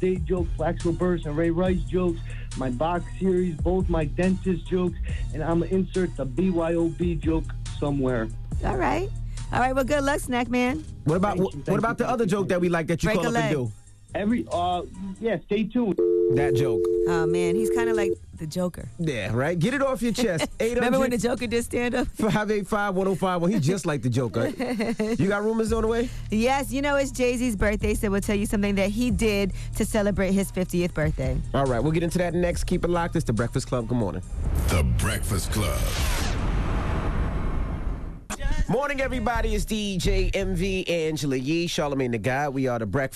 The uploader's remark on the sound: We opened up the phone lines for a chance for our listeners to nominate someone for "Donkey of the Day".